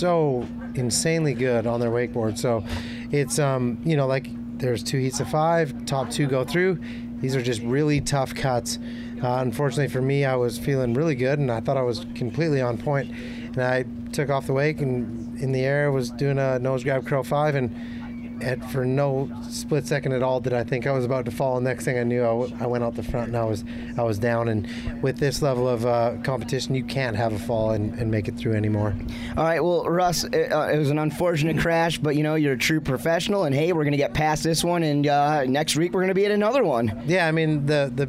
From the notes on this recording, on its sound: Live From Masters. Live at the 57th Masters! Following the second day of the event on site in front of the Fox Bus.